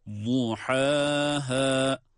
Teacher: zat harfi kalın, ötürülü okunmakta. Ha, ha derken de arka arkaya gelen iki tane harf var.